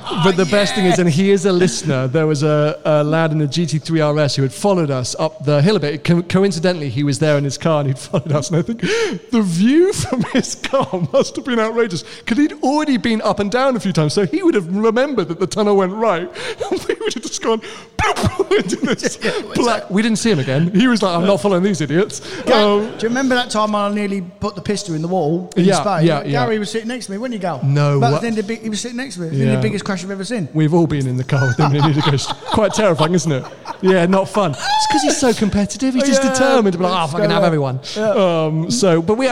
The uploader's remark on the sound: live from Vines of Gatwick BMW